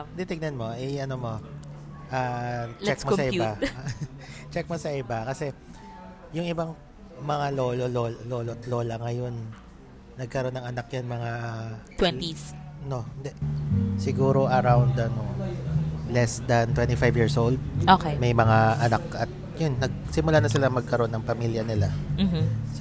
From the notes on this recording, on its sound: We hope you like the coffee shop noise in the background.